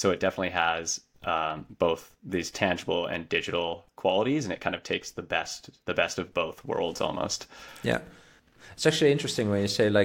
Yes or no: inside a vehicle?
no